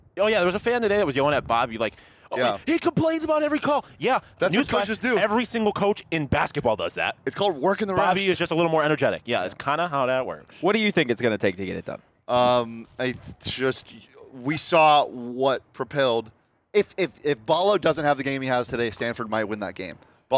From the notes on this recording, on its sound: Live from T-Mobile Arena in Las Vegas.